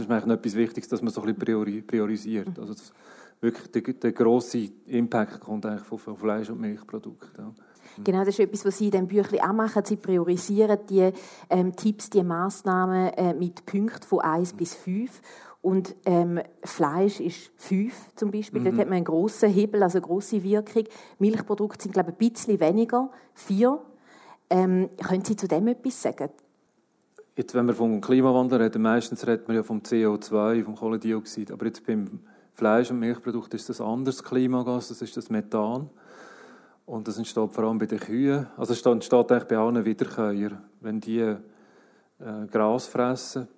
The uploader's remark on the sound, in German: Gespräch im Rahmen der Ausstellung «Natur. Live-Aufnahme im Stapferhaus.